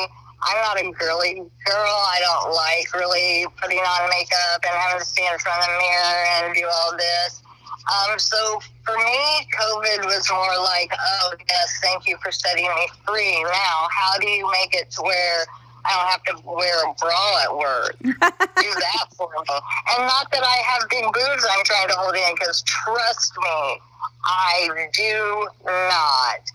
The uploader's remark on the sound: a little hands free road trip recording